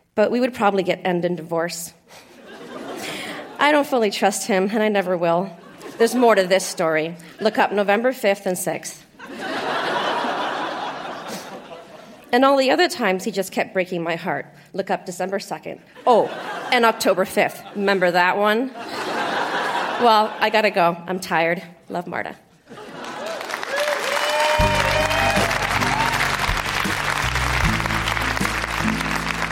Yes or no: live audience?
yes